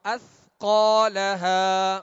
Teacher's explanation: سا کو نرمی سے پڑھنا ہے، سیٹی کی آواز پیدا نہ ہو